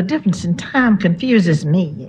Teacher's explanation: one classic trait of Southern American is to change I into ah. · Term: Monophthongization